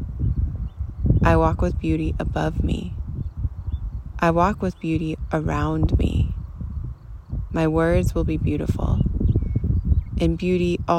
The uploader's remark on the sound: Live guided meditation practice. This practice does include sounds of nature and wind during a live recording.